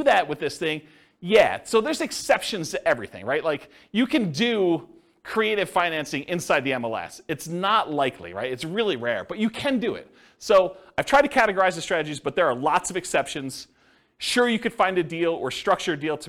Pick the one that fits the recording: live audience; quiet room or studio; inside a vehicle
live audience